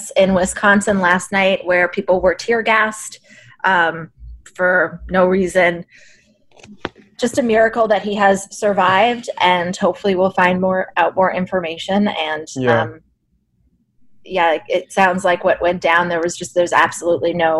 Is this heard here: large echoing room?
no